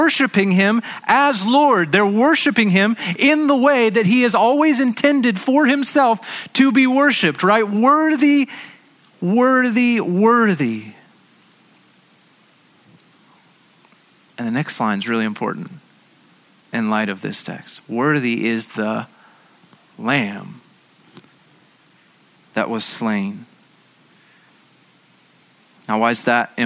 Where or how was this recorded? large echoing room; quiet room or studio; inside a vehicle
large echoing room